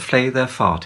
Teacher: the consonant p will be banned and must always be replaced with the softer sound f. Anyone speaking to other people in a public place will have to stop using the plosive sound.